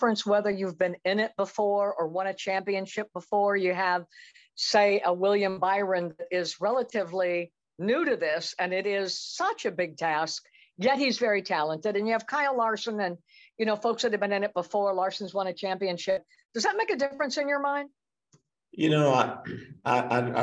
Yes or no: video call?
yes